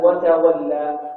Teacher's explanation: صحيح أن الواو مرققة، لكن لا تبالغ في هذا الأمر حتى ربما تشعر رائحة الياء. هكذا وتولى، إن كذب وتولى تولى و و، اللام في آخر الألف في آخر كلمة، كلمة وتولى نقف عليها في مقدار حركتين، لا نريد أكثر من حركتين ولا نقف على الهمزة.